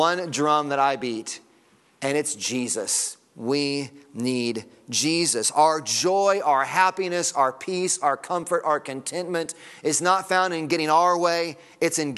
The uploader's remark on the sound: Sunday Morning Sermon Audio